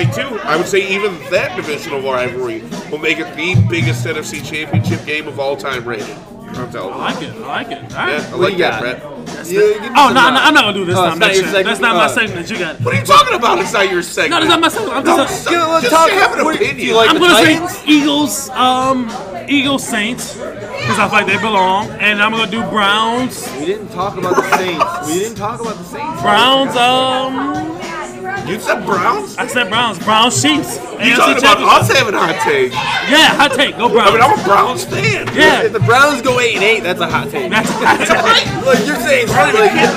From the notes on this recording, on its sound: Live at Porch Willoughby 37638 Vine St, Willoughby, OH 44094.